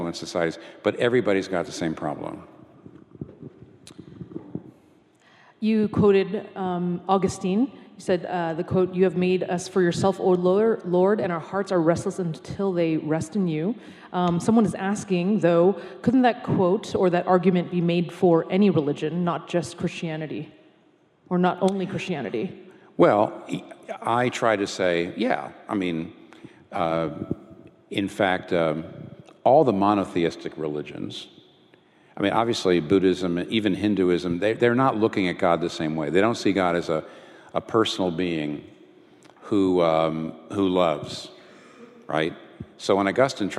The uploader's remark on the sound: This Q&A session was recorded before a live audience. In New York City.